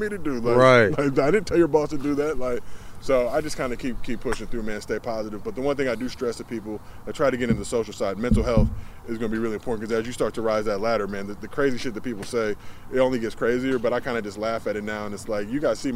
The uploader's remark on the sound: at the driving range to hit some golf balls